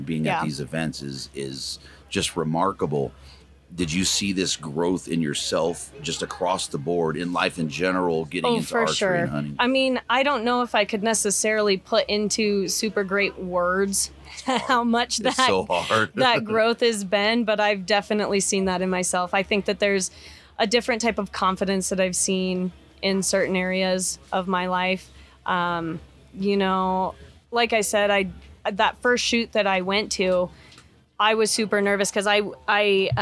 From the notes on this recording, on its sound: Live from Mountain Archery Fest